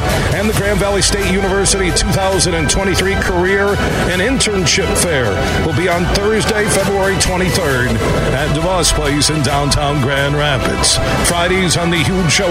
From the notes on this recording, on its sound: Today, we're broadcasting live from the West Michigan Golf Show inside of DeVos Place in Downtown Grand Rapids.